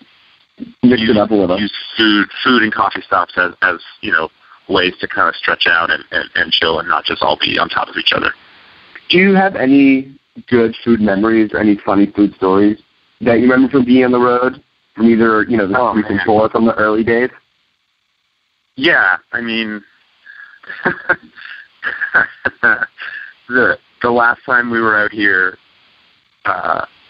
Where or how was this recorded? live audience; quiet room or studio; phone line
phone line